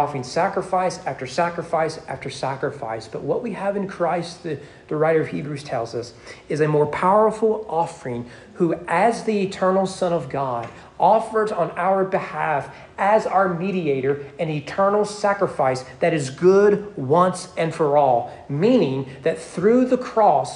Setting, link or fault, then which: setting, large echoing room